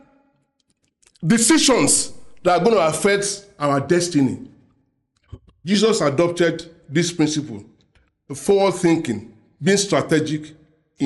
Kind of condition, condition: setting, large echoing room